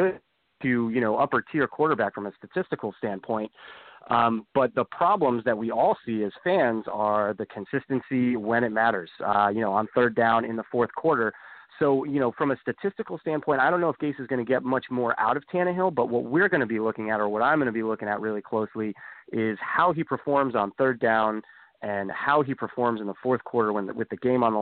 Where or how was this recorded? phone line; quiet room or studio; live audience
phone line